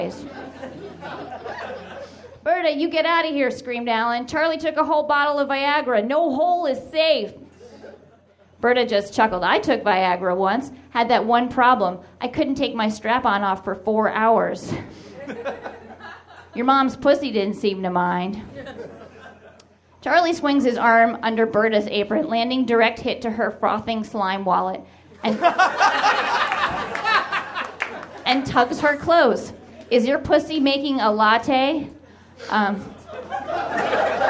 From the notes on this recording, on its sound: Recorded at the Nerdmelt Theater, June 5, 2012.